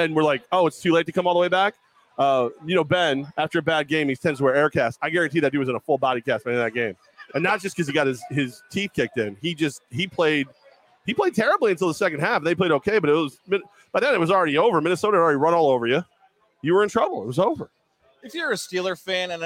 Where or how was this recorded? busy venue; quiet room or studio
busy venue